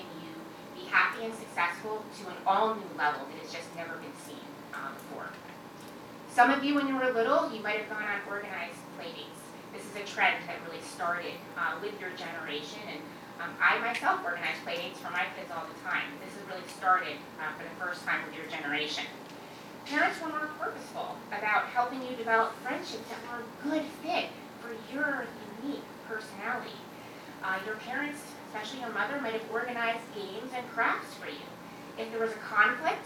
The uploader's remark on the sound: delivered these remarks at CBLPI's Capitol Hill Intern Summit in Washington DC on June 3, 2016.